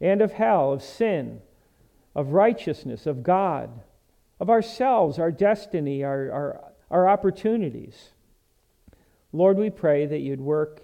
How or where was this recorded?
large echoing room